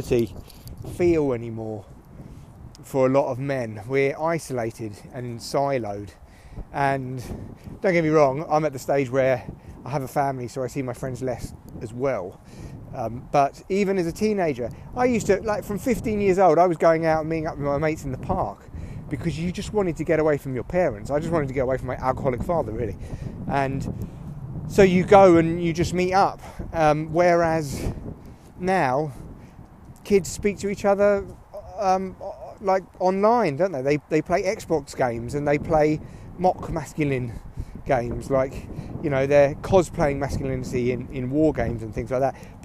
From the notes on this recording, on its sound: Yes it’s very windy but it’s an adventure in audio.